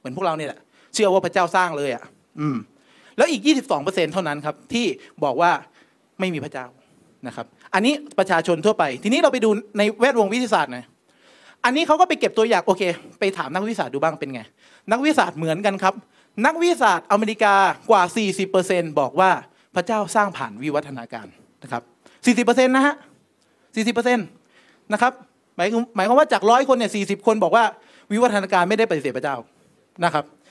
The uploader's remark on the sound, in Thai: เทปบันทึกงาน Assabiqoon Islamic Forum ครั้งที่ 1